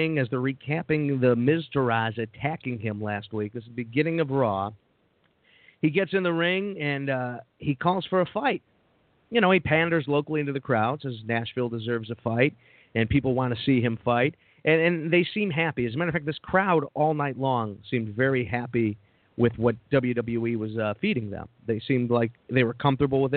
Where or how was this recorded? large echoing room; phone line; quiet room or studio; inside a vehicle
phone line